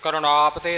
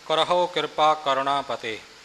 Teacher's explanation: ਕਰੁਣਾ ਪਤੇ, ਕਰੁਣਾ ਆਪ ਤੇ ਨਹੀਂ ਬੋਲਣਾ, ਕਰਹੋ ਕਿਰਪਾ ਕਰੁਣਾ ਪਤੇ, ਇਕੱਠਾ ਹੈ ਪਾਠ ਪਰ ਨਾਣੇ 'ਤੇ ਜ਼ੋਰ ਨਹੀਂ ਦੇਣਾ · Shown in: second take · ਕਰੁਣਾ ਆਪ 'ਤੇ ਨਹੀਂ ਕਹਿਣਾ।